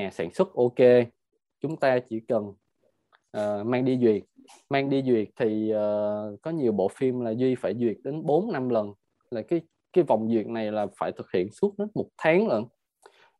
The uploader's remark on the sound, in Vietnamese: Nội dung âm thanh này đã được Arena Multimedia ghi âm lại từ nền tảng ứng dụng Zoom trong sự kiện Online Talkshow.